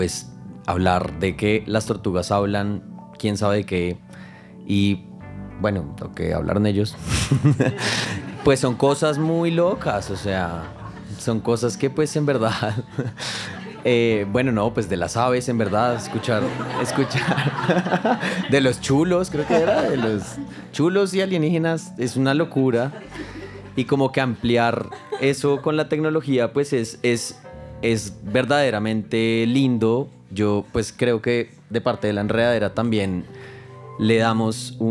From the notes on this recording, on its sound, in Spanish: Los sonidos de la vida E4: Escuchando el silencio (EN VIVO). Lo grabamos en vivo, en auditorio lleno, felices de haber recibido tanta acogida.